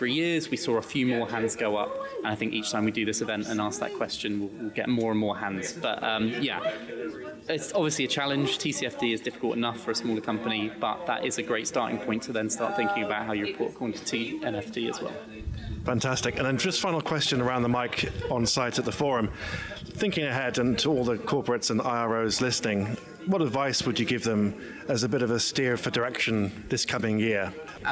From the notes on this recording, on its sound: The IR Magazine team reports live from the floor of the ESG Integration Forum – Europe.